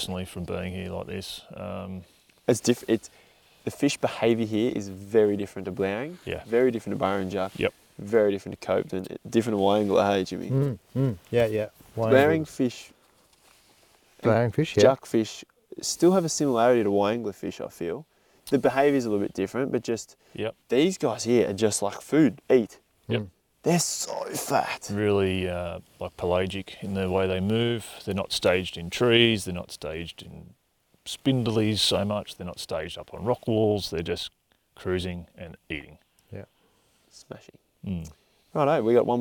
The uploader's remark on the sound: This is a new style of podcast… recorded on the water while fishing! Lake Eildon is a popular destination, so we planned a trip this winter to explore and unlock the lake. On the final night we decided to record an episode of the podcast, and we ended up doing it in the boat while fishing.